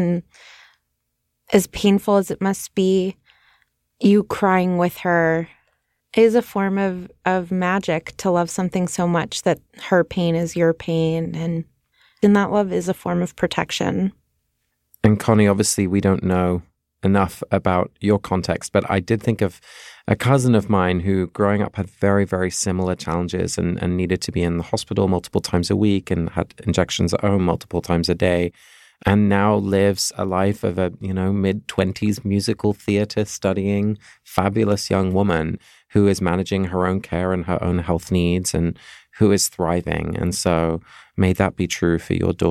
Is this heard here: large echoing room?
no